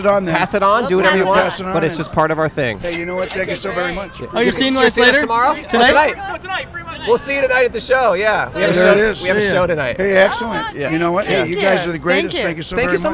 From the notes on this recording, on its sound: Outside In Seattle (Pike Place Market!). We recorded in front of the famous market for fish and tourism.